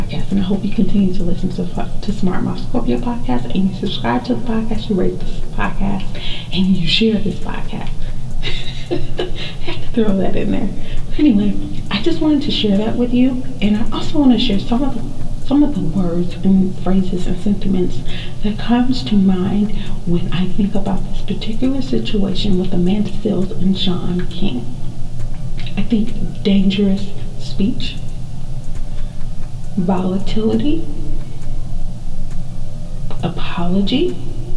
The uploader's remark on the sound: Horrible Sound Quality. There was some technical difficulties with this episode (the sound).